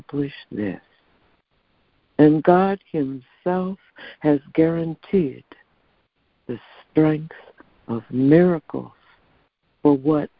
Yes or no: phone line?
yes